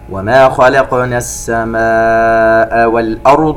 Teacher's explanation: مد متصل في كلمة السماء يمد بمقدار 4 حركات